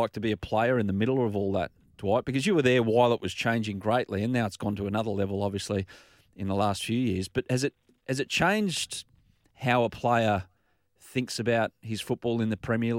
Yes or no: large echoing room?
no